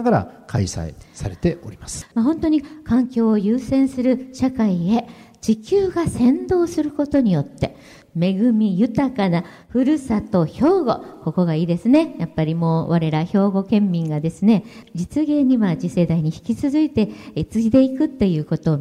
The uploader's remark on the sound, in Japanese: 公開録音「地球と共生・環境の集い2020」